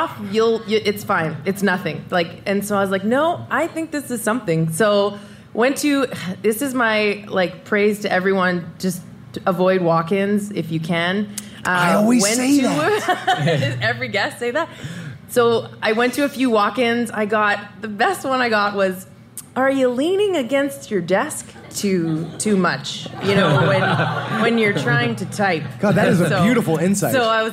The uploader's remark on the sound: Enjoy one of our favourite LIVE shows of all time from Squamish, BC.